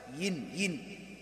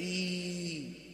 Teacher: ما عندي مد هنا، هذه ياء متحركة أصلا · Shown in: first take · ين ين، وهذيك إي.